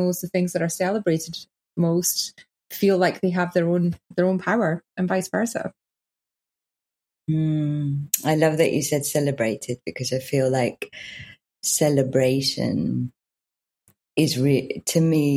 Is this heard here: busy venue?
no